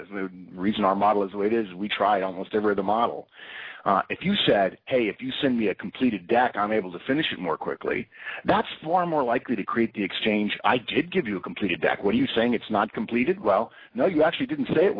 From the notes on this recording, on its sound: September 2012 Conference Call